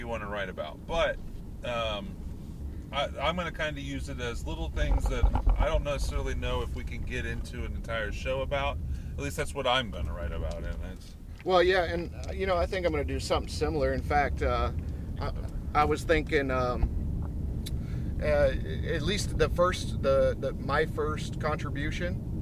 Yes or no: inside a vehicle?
yes